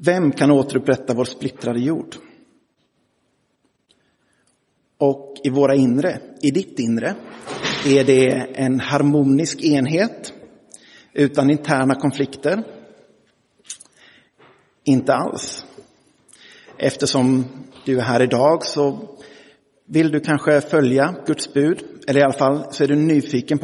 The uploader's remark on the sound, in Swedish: Inspelad i Roseniuskyrkan den 10 september 2023.